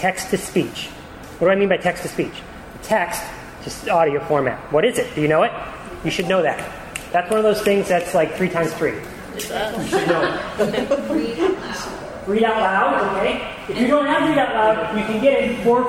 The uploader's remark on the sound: This episode features a recording of a live presentation. At the 2012 Virginia Society for Technology in Education Conference.